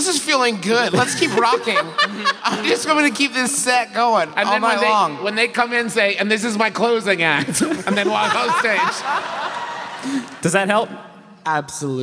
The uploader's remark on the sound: live performances at the King’s Theater in Brooklyn